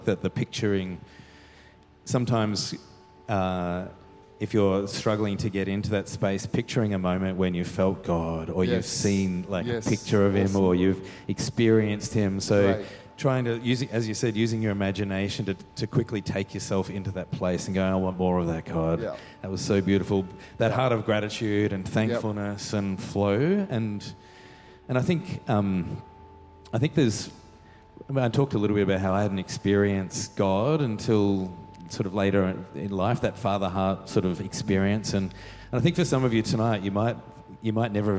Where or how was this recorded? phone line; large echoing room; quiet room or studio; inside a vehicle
large echoing room